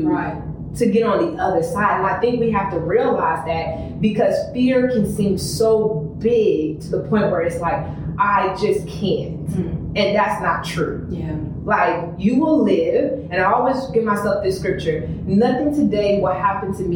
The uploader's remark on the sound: The mics weren’t working so excuse the sound quality.